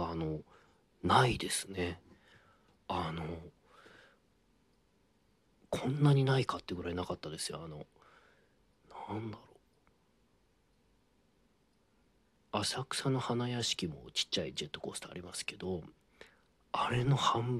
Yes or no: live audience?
no